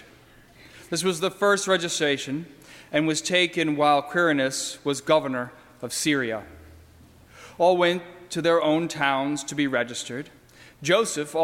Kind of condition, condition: setting, large echoing room